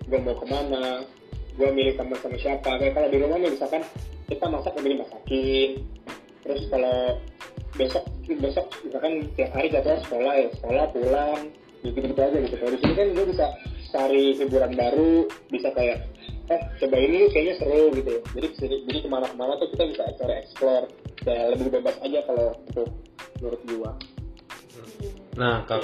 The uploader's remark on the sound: Episode ini direkam saat pandemic COVID-19 sedang menyebar dimana-mana sehingga rekaman ini direkam dengan cara Record from Home. We are so sorry for the sound & voice quality which is not our best at the moment.